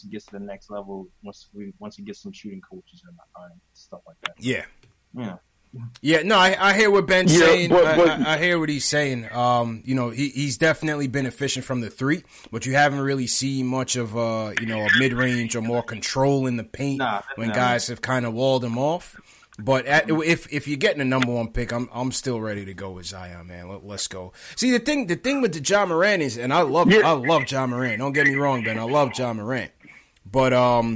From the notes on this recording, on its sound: Knicks Post Game Live. Give their takeaways from the game and take live phone calls from fans around the world.